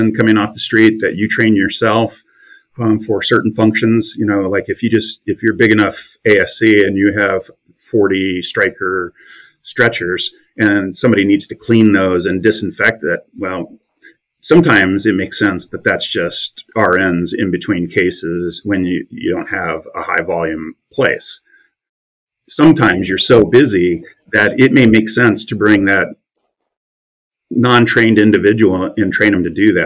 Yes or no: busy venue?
no